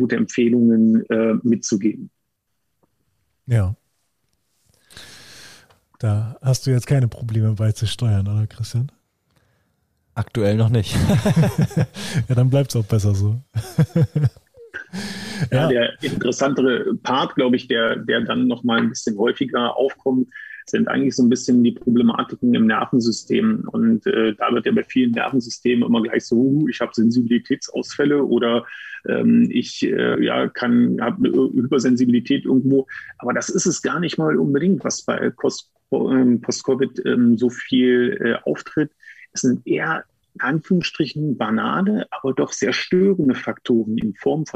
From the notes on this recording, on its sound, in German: die Aufzeichnung dann doch per Zoom stattfand